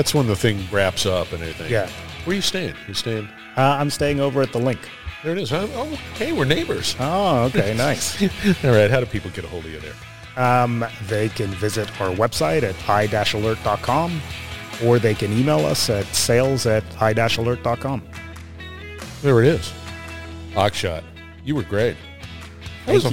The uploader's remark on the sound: Industrial Talk is onsite at Hexagon LIVE